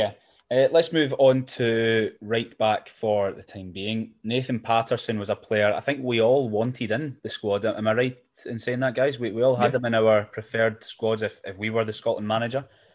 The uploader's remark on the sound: round the zoom call table